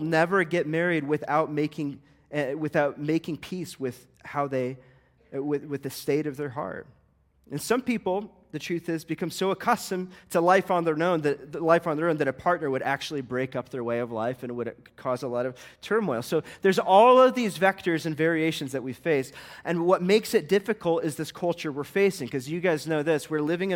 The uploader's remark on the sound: This sermon was recorded at a Sunday morning gathering at Church of the Lookout in Longmont, Colorado.